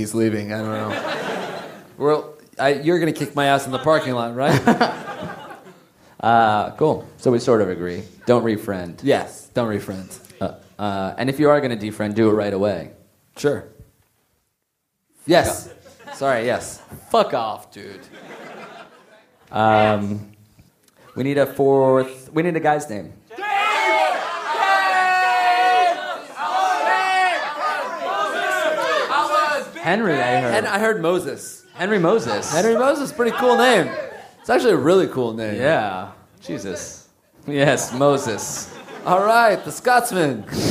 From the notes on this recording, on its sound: Live from Manchester! Recorded at The Lowry in Manchester, UK!